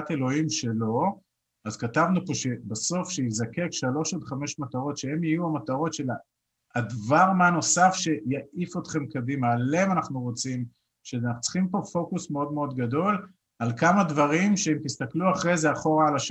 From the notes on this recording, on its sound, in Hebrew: הוקלט בחי בזום.